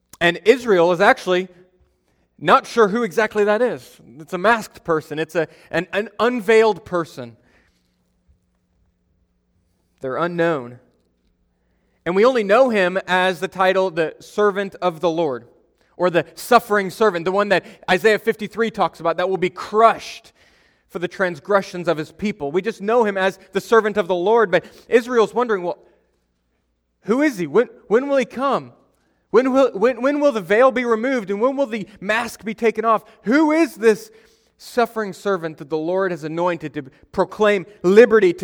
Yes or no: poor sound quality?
no